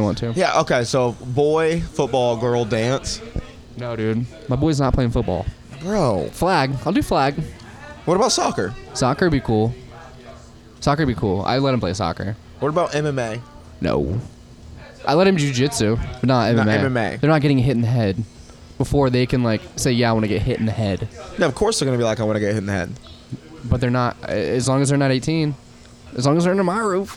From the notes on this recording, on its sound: Recorded at the world famous Shantytown Pub before the open mic Mondays.